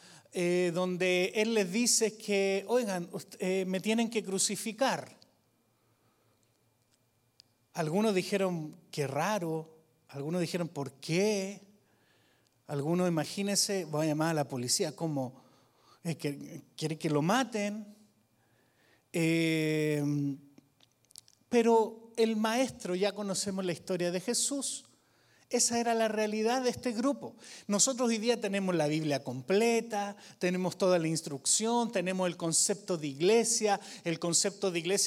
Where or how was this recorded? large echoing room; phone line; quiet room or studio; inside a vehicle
large echoing room